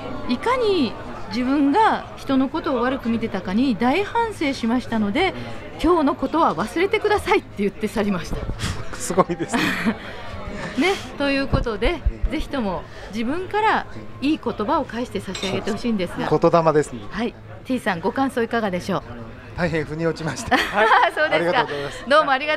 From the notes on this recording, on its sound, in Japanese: 公開収録PARTY。オーガニックワインバー喃喃 麻布十番ストアより公開収録！